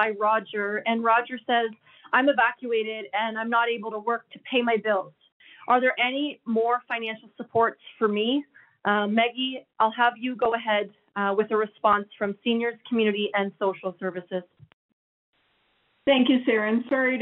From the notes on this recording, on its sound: Wildfire Evacuation Information Telephone Town Hall. Albertans evacuated due to the wildfires were invited to join a nightly telephone town hall for situation updates and answers to questions.